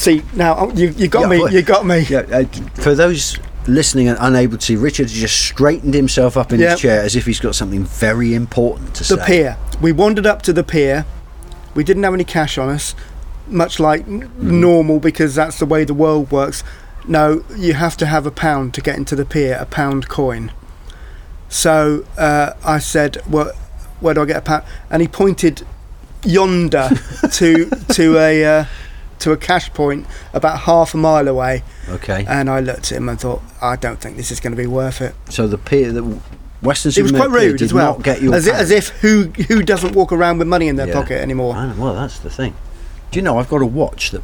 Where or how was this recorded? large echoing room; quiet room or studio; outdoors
outdoors